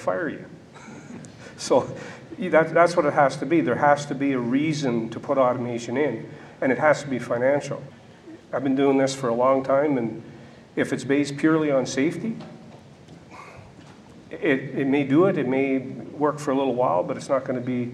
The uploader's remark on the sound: This episode features a round-table discussion on mine automation recorded live at The Northern Miner's Progressive Mine Forum held at the MaRS Discovery District in Toronto in October 2018.